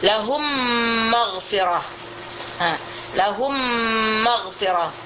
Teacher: idgham artinya kita sudah mengetahui ialah memasukkan harful mim kepada harful mim. Yang harf pertama adalah harful mim berbaris mati, yang kedua adalah harful mim yang mutaharrik. · Term: idgham syafawi